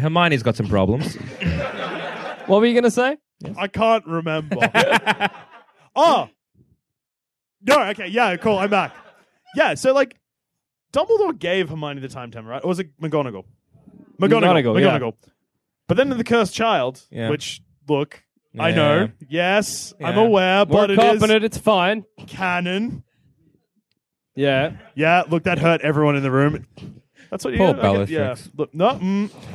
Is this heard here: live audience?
yes